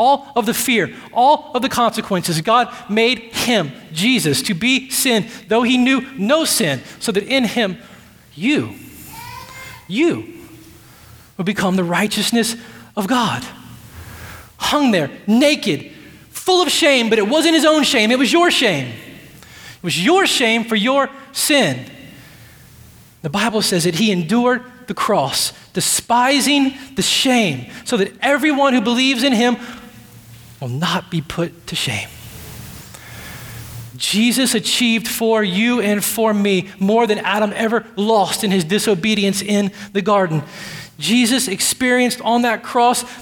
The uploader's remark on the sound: at Redemption Hill Church